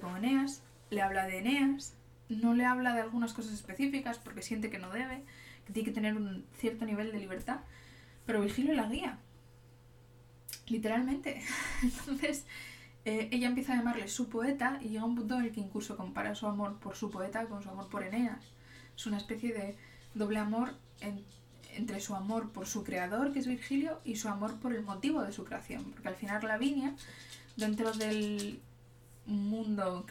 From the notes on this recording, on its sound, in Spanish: Como siempre, oireis ruidos de fondo, probablemente algún timbre, patitas, una puerta o cosas por el estilo. No edito el audio, espero que no os importe.